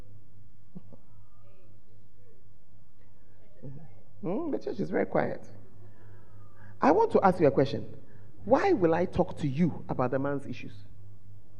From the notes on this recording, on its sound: at The Fountain of Life Cathedral, Women In Ministry Conference 2023